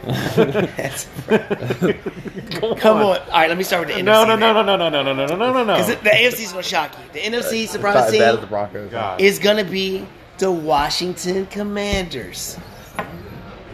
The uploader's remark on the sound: Live at Macados